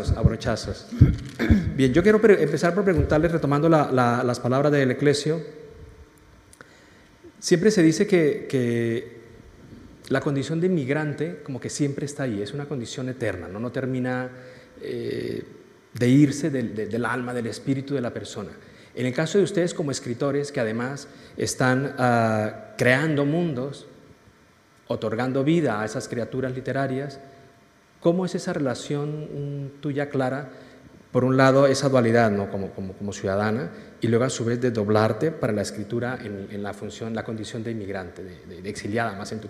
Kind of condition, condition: setting, live audience